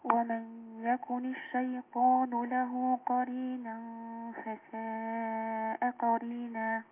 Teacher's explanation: الفاء مرققه وبتخرج من بطن الشفه السفلى مع اطراف الثنايا